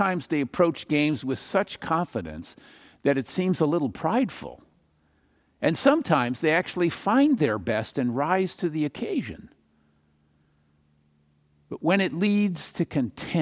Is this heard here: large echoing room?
yes